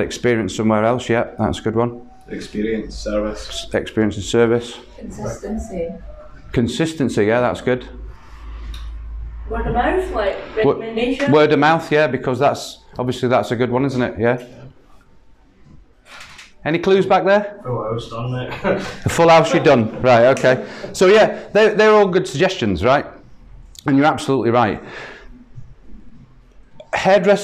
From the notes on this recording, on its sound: Recorded at a workshop held at Har Barber